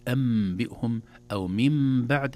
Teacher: تنقلب النون الساكنة ميما